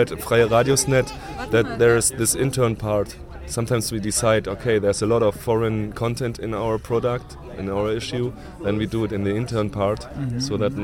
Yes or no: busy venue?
yes